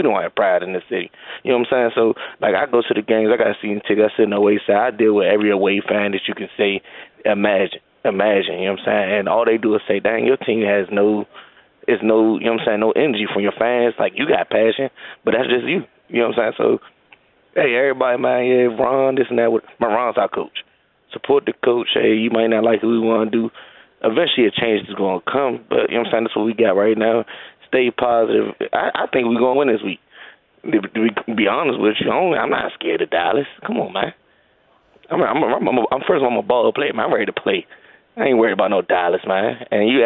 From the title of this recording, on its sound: Closing out your calls